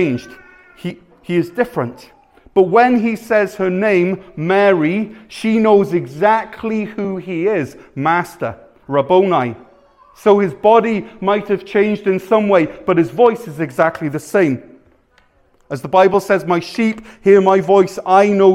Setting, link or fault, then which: setting, large echoing room